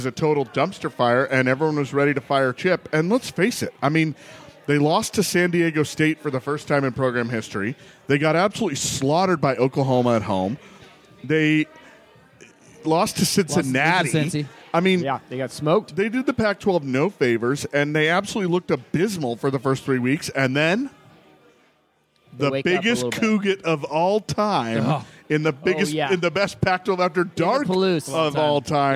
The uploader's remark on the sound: live from the Roanoke